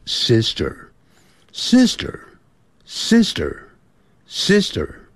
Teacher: 因为那个 R 在字尾啊，要卷舌的